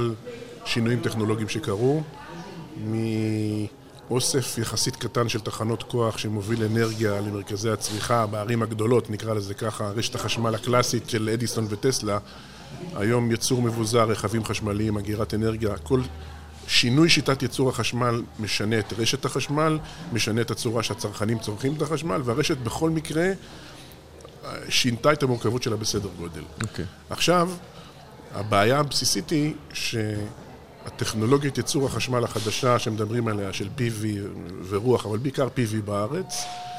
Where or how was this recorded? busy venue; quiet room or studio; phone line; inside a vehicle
busy venue